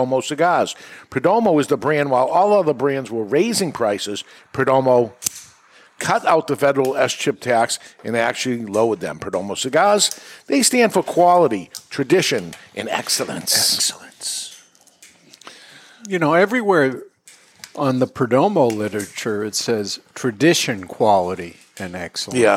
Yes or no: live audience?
yes